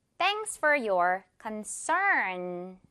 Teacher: concern 뒤에 강세 주면서 RN 발음 굴려줄게요